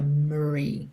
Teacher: Atenção que esse O é praticamente mudo, tá? Você não fala memory.